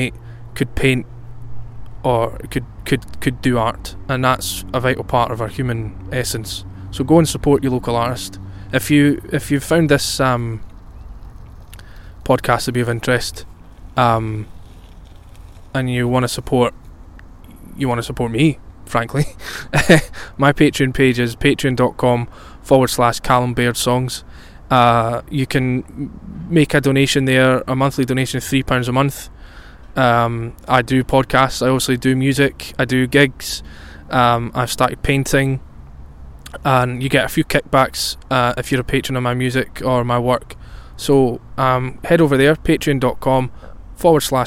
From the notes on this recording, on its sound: It was recorded outdoors as I took full advantage of the warm, sunny weather that we had. I talk about my surroundings outdoors.